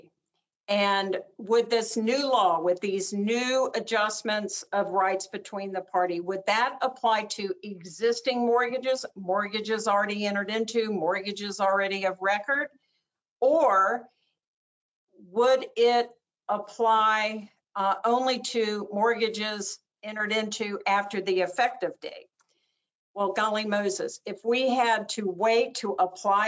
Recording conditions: video call